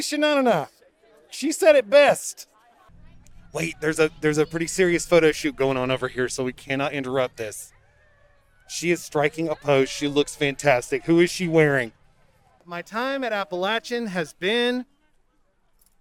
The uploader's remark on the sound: In-person commencement ceremonies are back at Appalachian. Witness the sights and sounds of Spring 2021 Commencement.